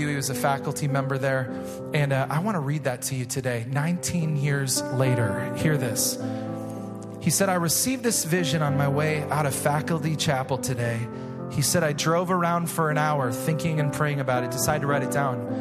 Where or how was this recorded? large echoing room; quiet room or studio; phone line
large echoing room